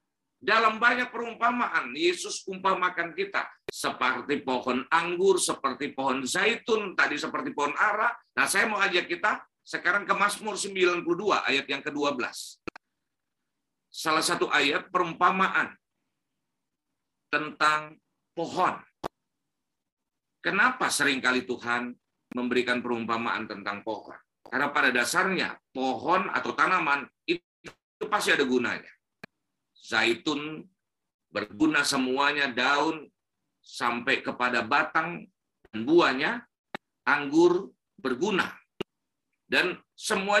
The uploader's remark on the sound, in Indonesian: Rekaman khotbah Ibadah GerBang Pagi